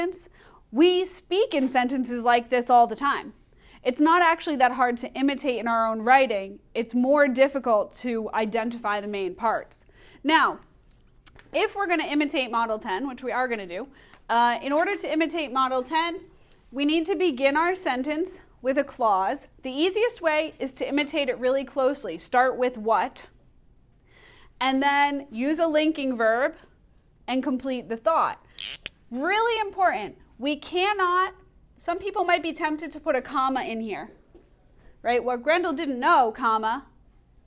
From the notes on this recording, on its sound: Recorded in class